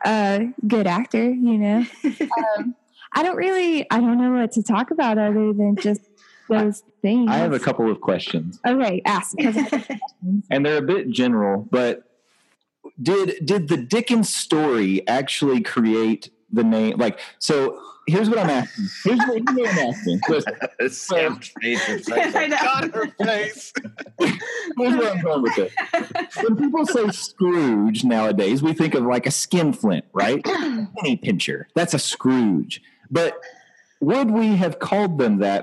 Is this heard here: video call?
yes